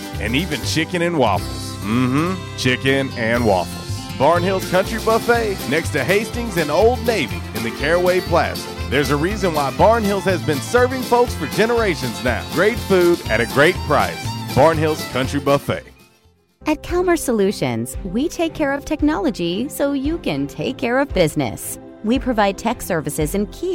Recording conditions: busy venue